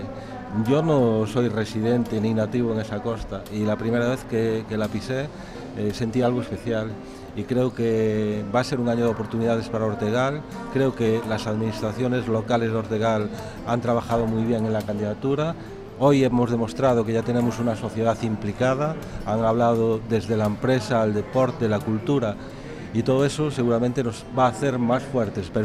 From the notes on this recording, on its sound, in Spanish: Programa emitido el 22.01.22 en Capital Radio. Desde la feria internacional de turismo del IFEMA de Madrid, FITUR2022, grabamos este especial FITUR.